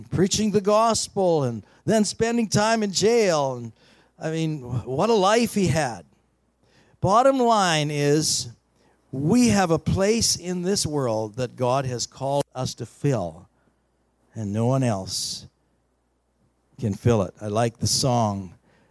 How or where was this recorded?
large echoing room